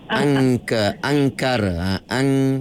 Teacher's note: Perasa ada pangkal lidah kita tu dia jumpa dengan anak tekak.